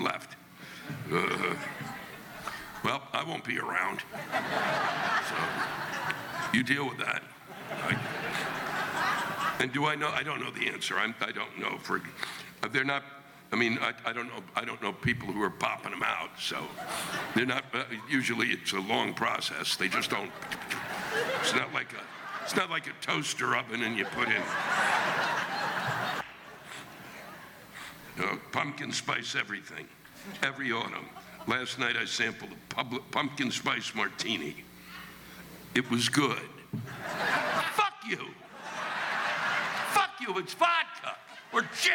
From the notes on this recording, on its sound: This week’s live rants come from the Horseshoe Casino in Tunica, Mississippi on October 14, 2016.